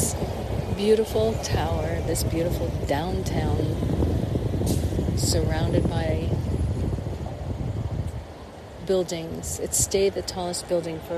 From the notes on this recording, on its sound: LIVE from Terminal Tower, Cleveland, Ohio. At Terminal Tower and Public Square, Cleveland, Ohio, USA. This is a special on location Walk and Talk of our Mindfulness Summer Tour 2022.